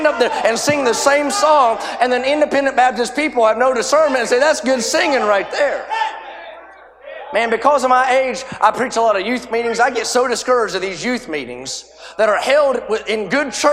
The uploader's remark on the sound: A sermon preached Thursday Afternoon during our Spring Jubilee, on March 30, 2023.